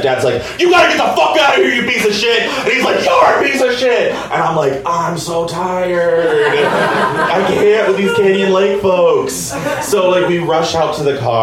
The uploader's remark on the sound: Live from Genuine Joe's